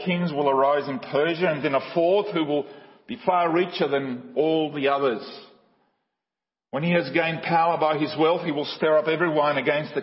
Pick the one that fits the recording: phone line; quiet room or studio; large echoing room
large echoing room